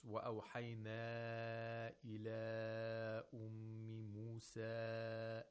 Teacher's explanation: He's reading the Maddul Munfasil with Fawq Tawassut. With five vowel counts. · The disjunct, where the long vowel and the cause, which is the hamza, they're in two different words.